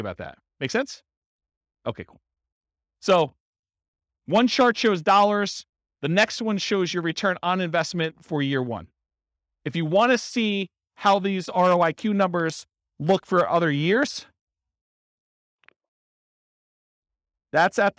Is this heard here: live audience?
yes